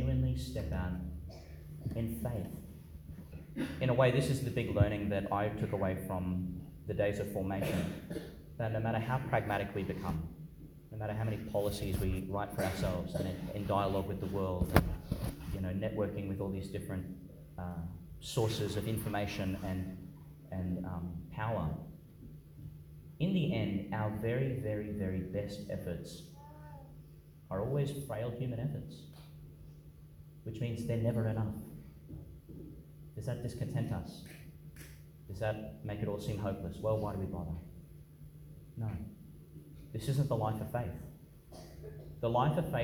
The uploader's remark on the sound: Homily for the Twelfth Sunday in Ordinary Time, delivered (at the morning Mass) in Our Lady Star of the Sea Church, Gladstone, Qld. Homily for the Twelfth Sunday in Ordinary Time, delivered (at the morning Mass) in Our Lady Star of the Sea Church, Gladstone, Qld.